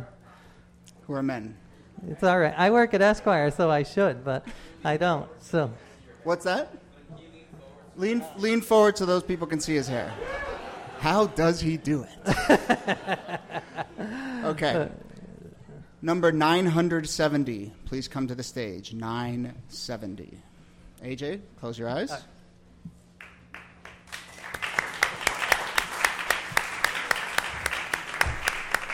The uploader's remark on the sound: Ask Roulette is a conversation series in which strangers ask each other questions on stage. This excerpt is from our December event at Housing Works Bookstore in New York City.